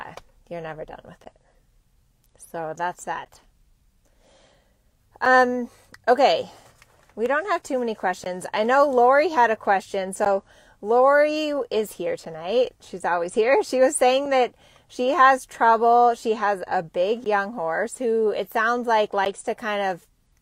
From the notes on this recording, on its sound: Temecula Truckcast! This week went live from my truck in Temecula.